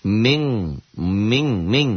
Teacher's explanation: Nun mati atau tanwin saat berhadapan dengan kaf atau kof, engnya banget.